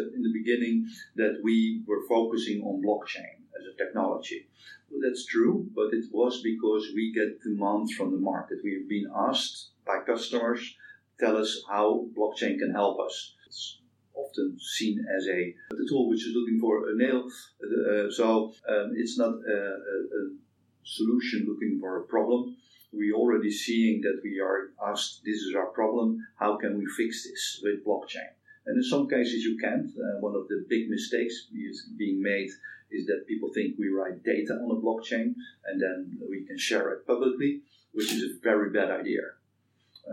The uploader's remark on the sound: The Audio isn't great.